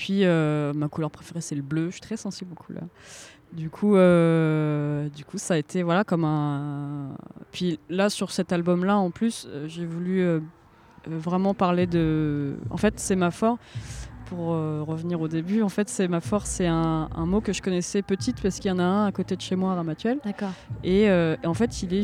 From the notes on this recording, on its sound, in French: Cet épisode a été enregistré dans les jardins